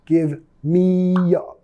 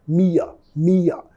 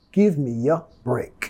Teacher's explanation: Vamos a vincular metiendo el sonido Y